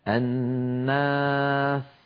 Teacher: الألف بعد النون مرققة لأن النون مرققة، ولا نقول الناس، هذا لا يصح أبدا.